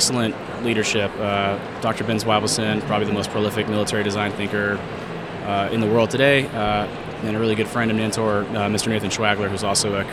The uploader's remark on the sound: Live from #IMEXAmerica